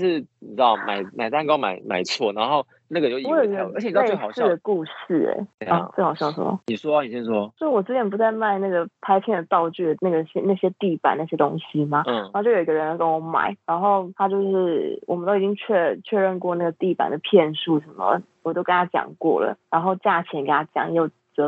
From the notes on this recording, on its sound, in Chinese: 麻辣DoReMi首次嘗試遠距錄音。所以音質會有點跟往常不太一樣 有點像在跟朋友講電話的感覺～～ 下集之後就會回歸正常！